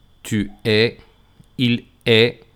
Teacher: Por ejemplo, tu e il se pronuncian igual. Tu es, il est, esas S y la T no suenan